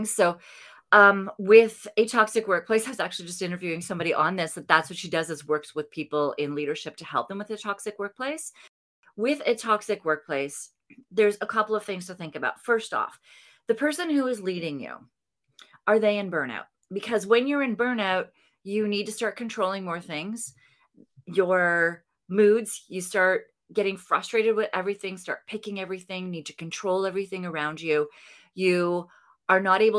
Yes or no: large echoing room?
no